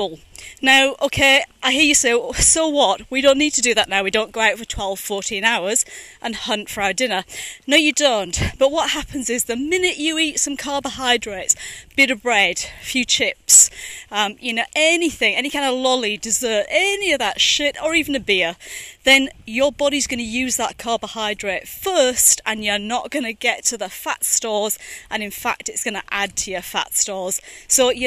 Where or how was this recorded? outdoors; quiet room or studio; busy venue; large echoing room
outdoors